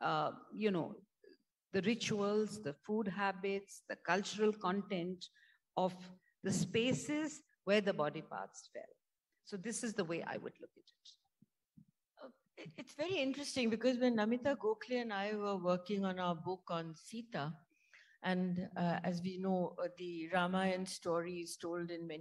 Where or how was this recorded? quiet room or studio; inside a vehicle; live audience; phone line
live audience